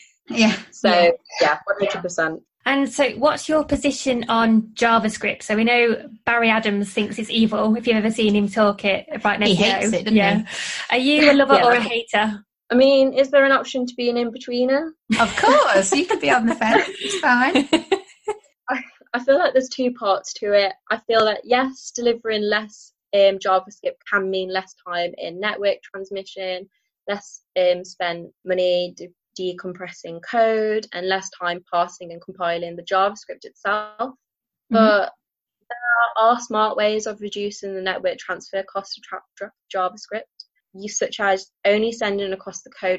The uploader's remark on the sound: our podcasts usually have a better sound quality but because of an office move we don't have access to our usual equipment.